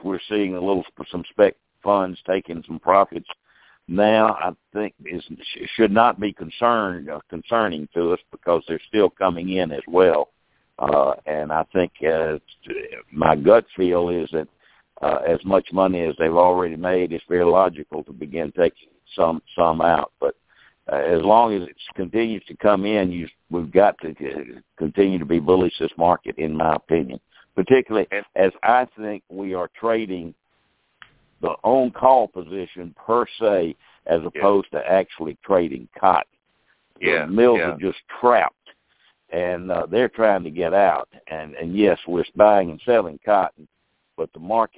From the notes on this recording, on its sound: Our monthly conference call. Ag Market Network's Monthly Conference Call On Cotton.